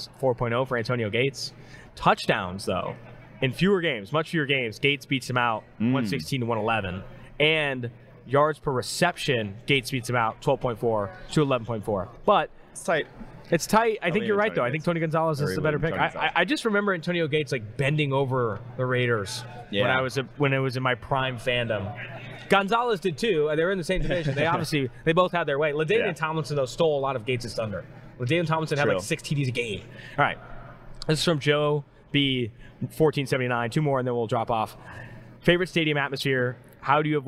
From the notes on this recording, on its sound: Mailbag and Trivia edition live from Super Bowl LVI.